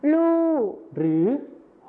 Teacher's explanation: การเปลี่ยนเสียงพยัญชนะต้นเดียวนะครับก็คือรอเรือในภาษาไทยมาตรฐานนะครับไปเป็นพยัญชนะต้นเดียวในภาษาถิ่นอีสานก็คือรอลิงกับฮอนกฮูกนั่นเองครับ